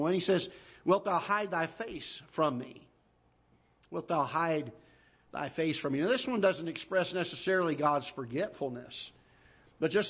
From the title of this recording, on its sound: Ketha Heights Baptist Church ~ Live Broadcast